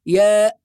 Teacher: فالياء حرف يمد مد طبيعي بمقدار حركتين، والسين حرف يمد مد لازم 6 حركات، وعلامة المد اللازم الموجة الموضوعة فوق حرف السين. ومن الخطأ الذي يفعله بعض القراء إظهار همزة في حرف ياء، فيقولون مثلا ياء، وهذا خطأ في القرآن.